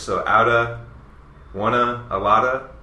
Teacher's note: So a lot of times of becomes a.